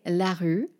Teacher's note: So when I say la rue, when I pronounce that rue, my lips are already in the position for that U sound